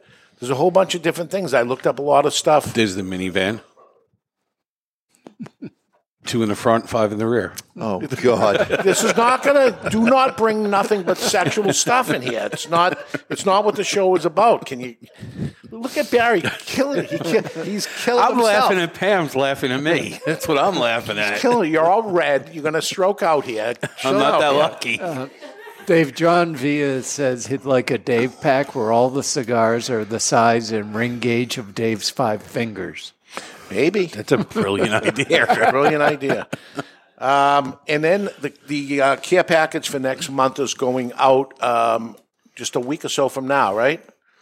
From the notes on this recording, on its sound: Broadcasting live from the Toscano Sound Stage in Salem, New Hampshire. The Cigar Authority is a member of the United Podcast Network and is recorded live in front of a studio audience at Studio 21 Podcast Cafe upstairs at Two Guys Smoke Shop in Salem, NH.